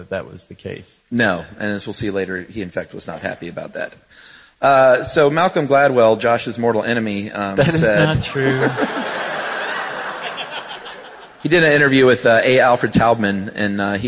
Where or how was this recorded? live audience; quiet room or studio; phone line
live audience